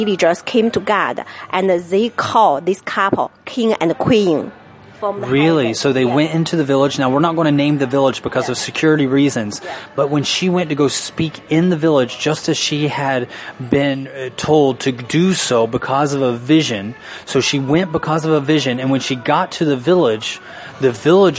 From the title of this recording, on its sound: Live From Denny's Diner